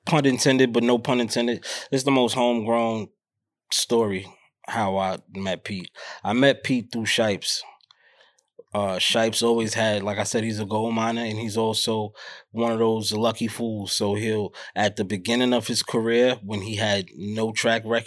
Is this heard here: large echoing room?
no